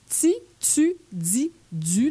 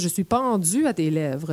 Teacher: quand il y a un T ou un D suivi du I ou du U, nous, on ajoute un Z. · Term: affrication